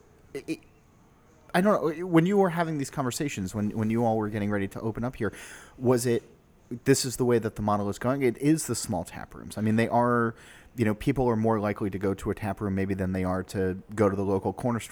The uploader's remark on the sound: The interview was recorded at the new brewery and taproom, just hours before it officially opened to the public.